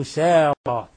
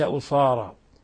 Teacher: أن السين إذا فخمناها بتصير صاد · Shown in: first take · وحينئذ هذا يصبح لحن جلي لأن الآصار هي الأغلال والأسارة هم · Term: حروف المرققة